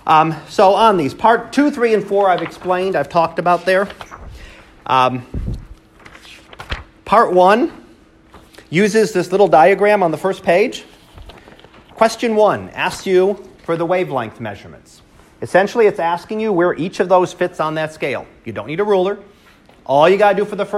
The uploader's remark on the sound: Live Class Lecture